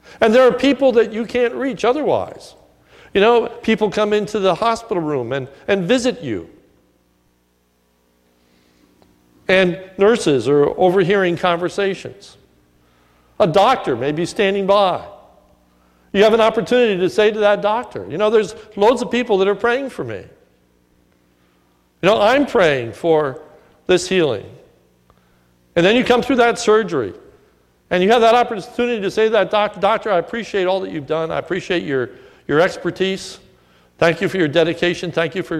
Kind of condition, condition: setting, large echoing room